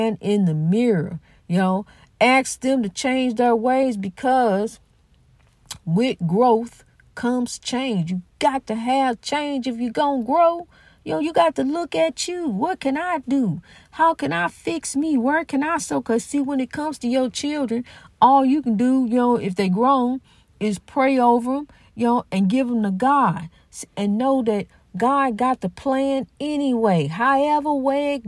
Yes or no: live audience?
no